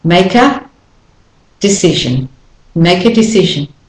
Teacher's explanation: The A becomes the schwa in all of, most of these cases. We don't say make a decision unless we're stressing the A for a particular meaning reason.